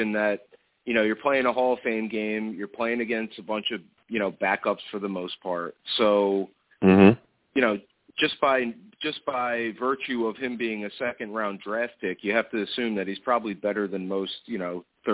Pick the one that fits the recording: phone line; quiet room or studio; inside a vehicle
phone line